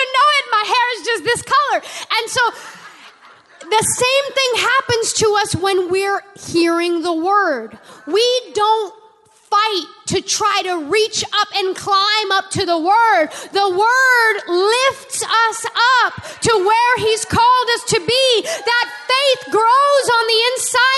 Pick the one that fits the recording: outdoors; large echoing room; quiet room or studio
large echoing room